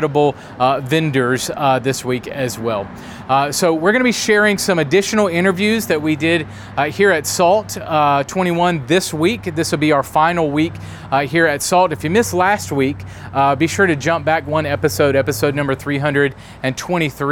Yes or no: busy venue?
yes